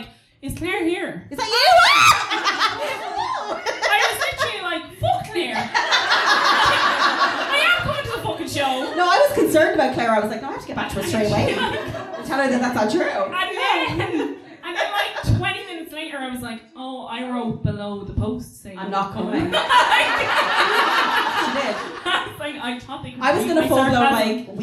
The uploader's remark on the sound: This week's episode is a little different as we are giving you our full live show from Cork that was recorded November 2023.